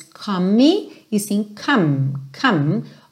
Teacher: lembra aqui de juntar o come no on, porque o é do come não é pronunciado. Então você nunca diz come e sim come, come.